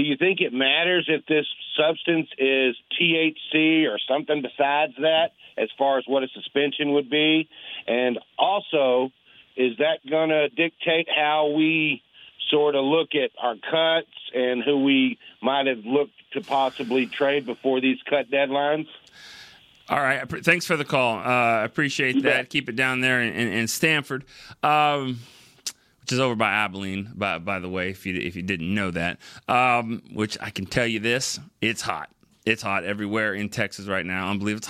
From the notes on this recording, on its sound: takes a handful of phone calls